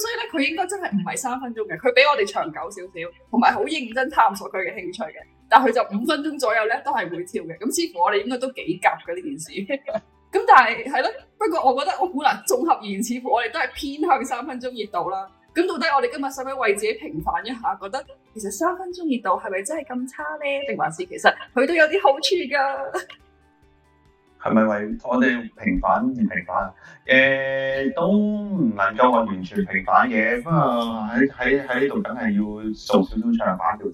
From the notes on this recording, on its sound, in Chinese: 網上錄製聲音未完善，請多多包涵